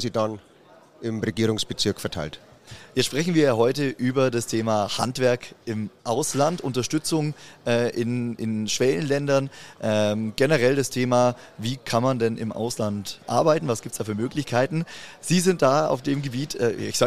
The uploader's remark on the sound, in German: Das Interview wurde im Rahmen des Live-Events Zukunft Handwerk aufgezeichnet.